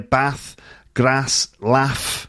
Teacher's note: R sounds, which you find in the south, like in the words bath and grass and laugh, generally in the north, they become ah sounds